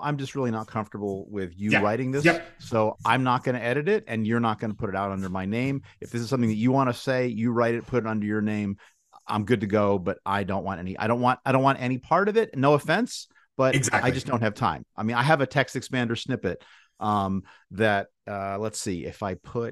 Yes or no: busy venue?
no